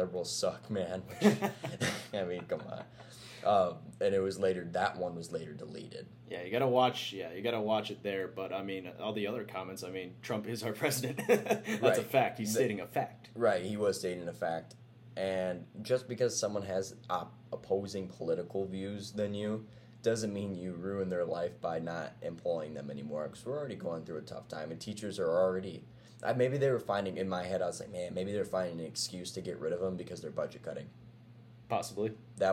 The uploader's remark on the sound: Hang in there with the audio. Just moved locations so it should sound a whole hell of a lot better from now on.